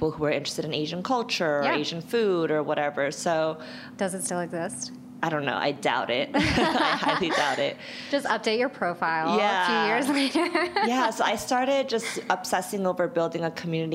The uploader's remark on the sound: Live at Create & Cultivate Chicago